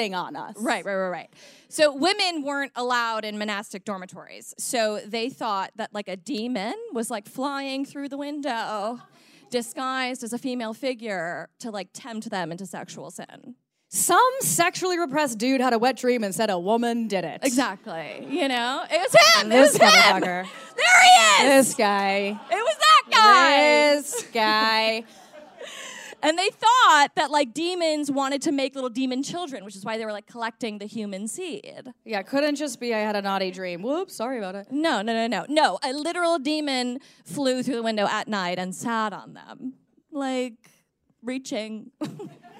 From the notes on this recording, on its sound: Performed a live show at Caveat in New York City.